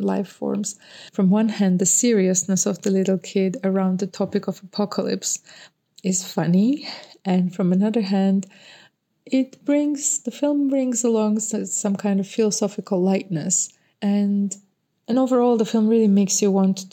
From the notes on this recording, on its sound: featuring a collection of voice memos from a cross-section of festival attendees